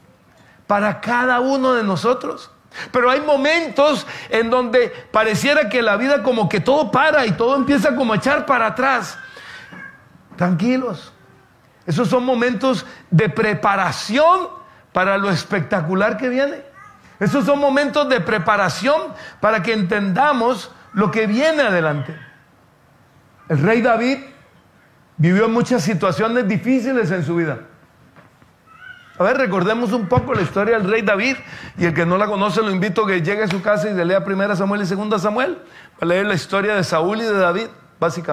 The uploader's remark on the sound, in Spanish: Tema en vivo lanzado por Facebook Live el día 11 de Marzo de 2023, en la Reunión Familiar de la Familia-Iglesia de Sydney, Australia.